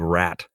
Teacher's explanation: It's it's an approximant. So it's a post alveolar approximant